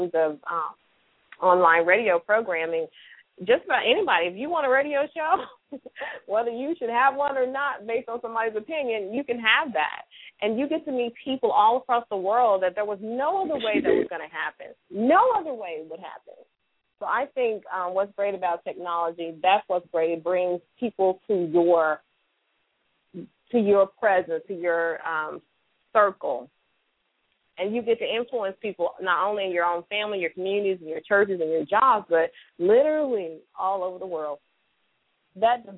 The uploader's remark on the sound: LML uses a progressive live call in format.